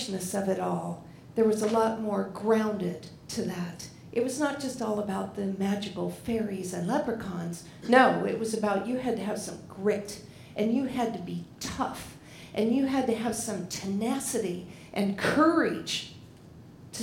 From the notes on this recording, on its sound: Live at The Fremont Theater in Portland, Oregon Presented by Portland Story Theater.